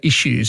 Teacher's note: But we tend to say issues. We put a sh instead of s sound. And we know from spellings in the 1500s, your spellings like ISHOO, issue.